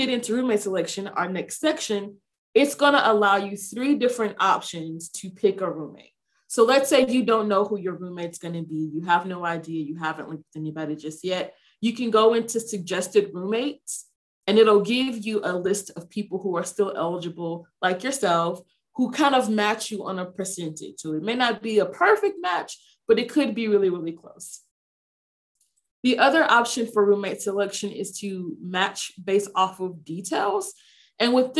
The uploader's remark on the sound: Zoom Info Session